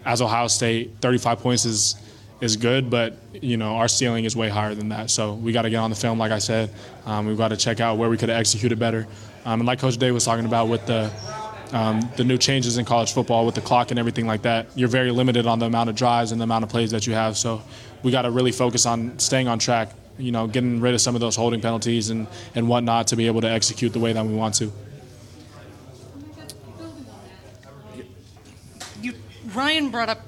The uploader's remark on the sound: The Land-Grant Podcast Network will be bringing you uncut audio primarily from Ohio State press conferences, but also from individual interview sessions.